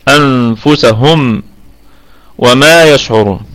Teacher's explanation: وغنة الميم ستكون في الدرجة الرابعة من درجات الغنة